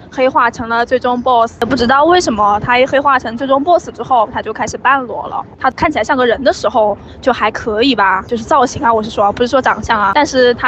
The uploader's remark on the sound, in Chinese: 受邀参加了12月16日《晴雅集》北京首映，在映后回家的地铁上充满激情的发来了这段一手吐槽！由于录制环境比较嘈杂，我们在后期处理之后仍有噪音，请大家谅解。